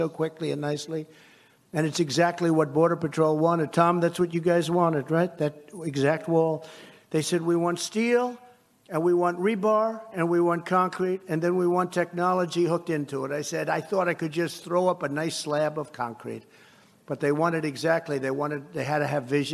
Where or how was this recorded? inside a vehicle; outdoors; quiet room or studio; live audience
live audience